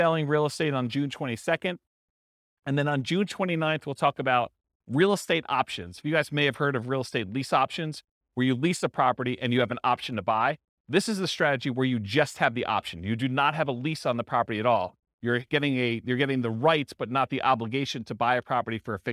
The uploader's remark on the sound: This was a live class recorded